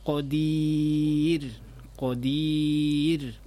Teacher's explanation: Ro-nya juga kamu kasih tebal. Seharusnya tipis.